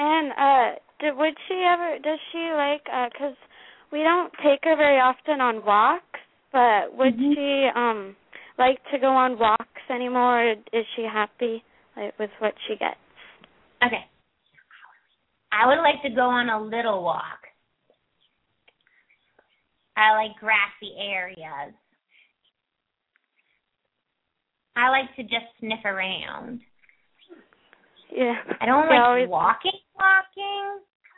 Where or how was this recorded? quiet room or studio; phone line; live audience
phone line